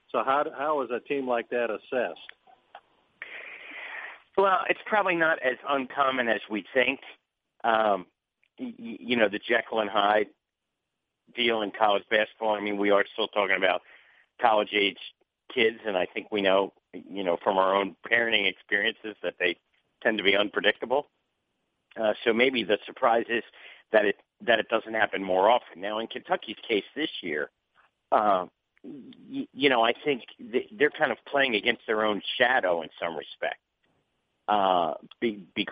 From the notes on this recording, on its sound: ESPN Bracketology Conference Call.